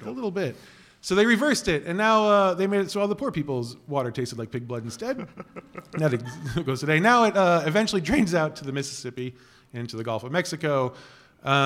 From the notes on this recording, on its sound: Live from C2E2 in Chicago. In our very first live show, we do all the things we set out to do, which was mainly to get one good, audible groan out of the audience. We also opened up the floor to hear ghost stories from the audience.